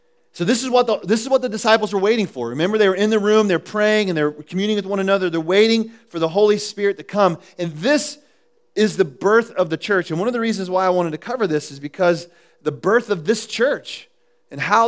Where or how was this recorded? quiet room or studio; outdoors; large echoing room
large echoing room